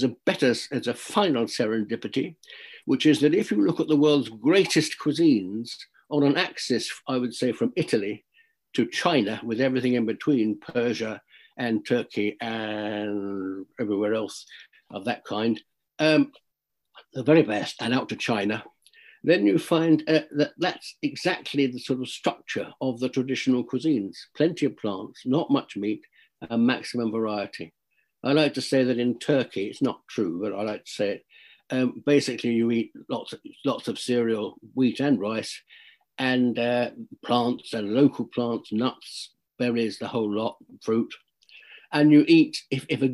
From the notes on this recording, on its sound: This talk was recorded online in March 2021.